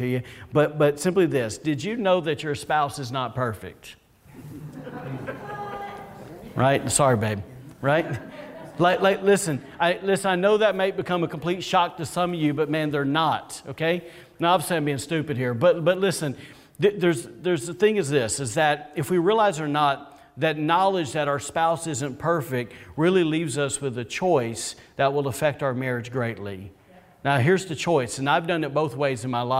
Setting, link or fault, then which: setting, large echoing room